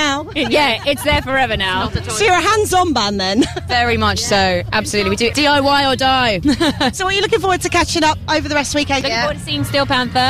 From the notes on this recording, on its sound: Backstage at Download Festival 9 Jun 2017 – 11 Jun 2017.